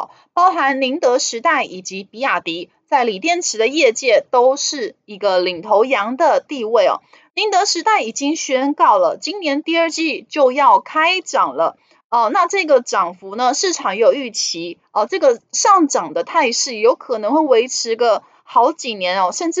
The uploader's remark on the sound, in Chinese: 本集有些許雜音，已亟力避免，如有察覺請多多包涵